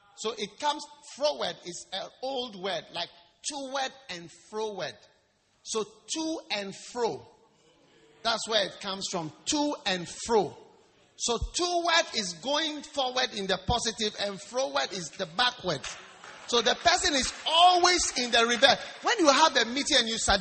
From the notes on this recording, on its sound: Preached at the Wisdom Impartation Service.